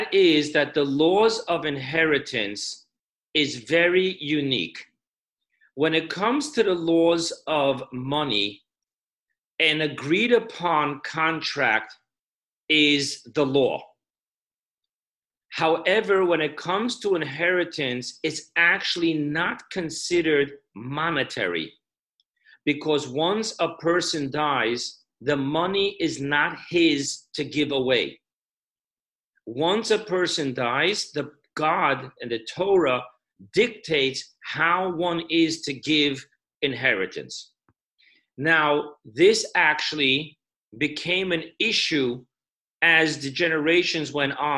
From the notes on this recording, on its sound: Zoom Parsha Class.